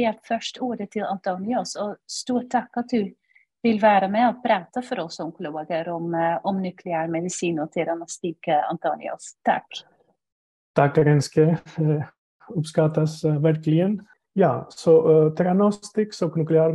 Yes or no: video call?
yes